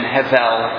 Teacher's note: my English brain wants to put the emphasis on the second syllable. It's a lot easier to say hevel.